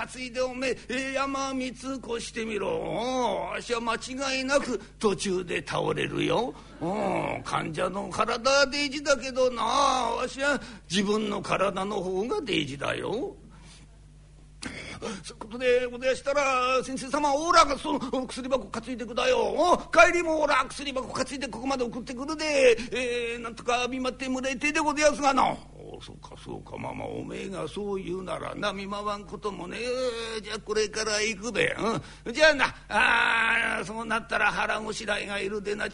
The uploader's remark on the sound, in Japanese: 今回は築地本願寺・ブディストホールにて収録した健康落語『夏の医者』をお聞きいただきます。